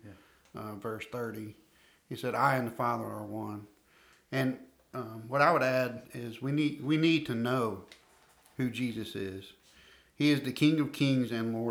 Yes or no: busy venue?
no